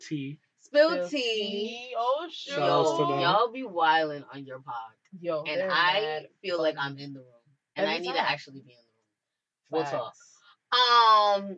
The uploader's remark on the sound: AUDIO IS POOR DUE TO TECHNICAL DIFFICULTIES.